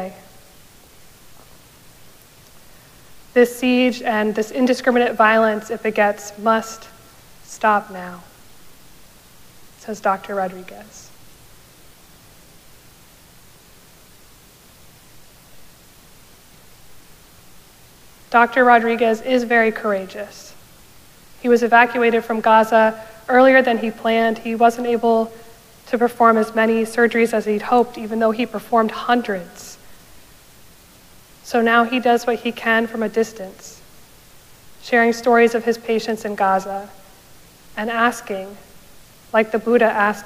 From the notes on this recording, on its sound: Recorded live at Arlington Street Church